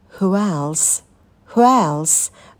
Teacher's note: Появляется тоже легкий звук «в».